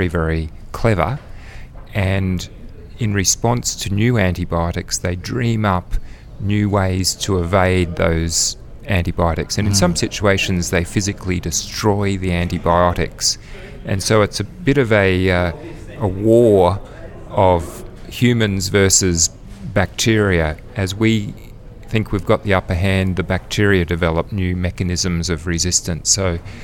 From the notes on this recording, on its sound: Recorded live at the 2019 National Antimicrobial Resistance Forum.